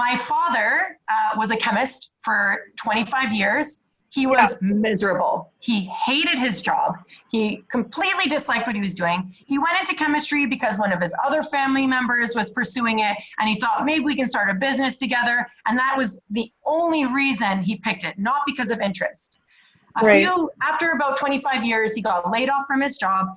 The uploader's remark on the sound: Our Day Off (ZOOM-edition).